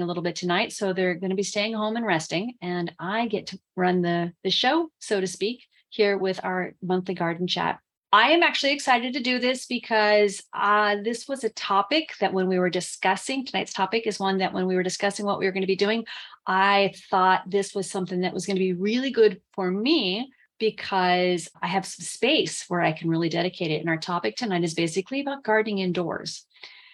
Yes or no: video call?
yes